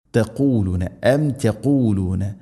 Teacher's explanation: ഖാഫിൻ്റെ ഉച്ചാരണം ശ്രദ്ധിക്കണം. തൊണ്ടയുടെ മുകൾ ഭാഗവും കഴിഞ്ഞ് ചെറുനാക്കിൻ്റെ ആ ഒരു ഭാഗം.